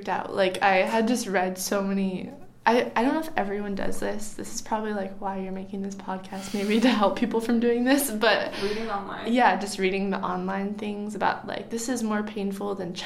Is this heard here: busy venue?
no